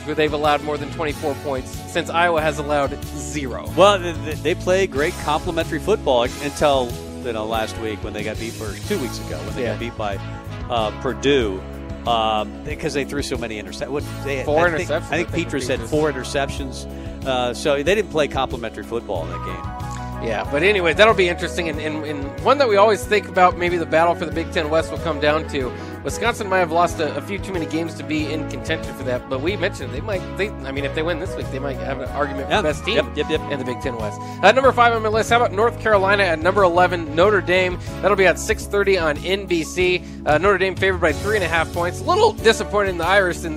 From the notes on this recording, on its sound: Tailgate Tuesday live from Chick-Fil-A